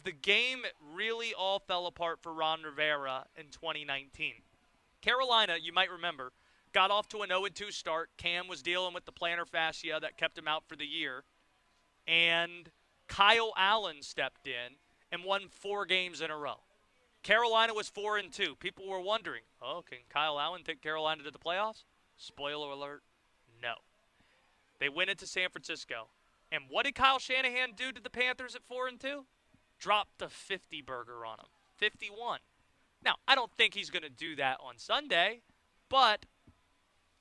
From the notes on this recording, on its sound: live from the Carolina Classic Fair